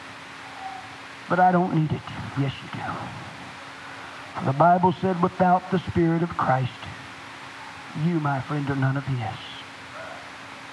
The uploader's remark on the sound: was delivered on September 27, 1987 at First Apostolic Church, North Vernon, Indiana